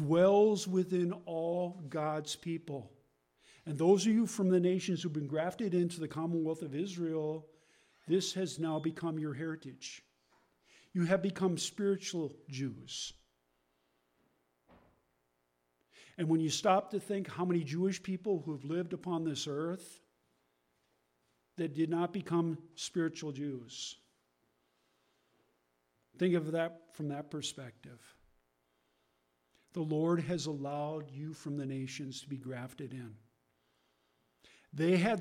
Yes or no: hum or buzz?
yes